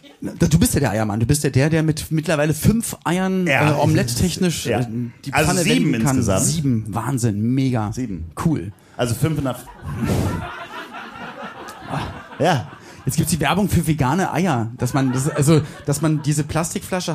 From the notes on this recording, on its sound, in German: Dies ist ein Mitschnitt der ersten Live-Show von IHDTL am 14.9. In Hamburg im Schmidtchen.